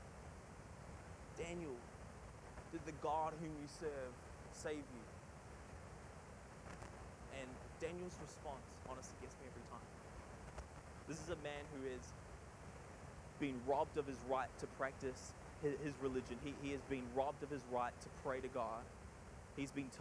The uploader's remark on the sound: Sorry for the audio quality. We had trouble removing the static noise.